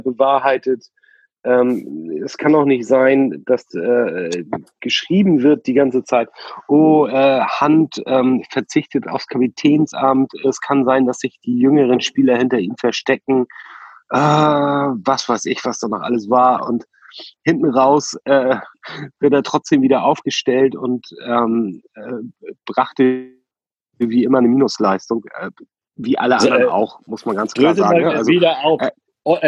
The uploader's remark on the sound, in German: Aus Gründen ist diese Folge wieder mit Zoom aufgenommen und weil wir die Zeitbegrenzung von 45 Minuten verpennt haben, gibt es auch nur ne halbe Abmoderation.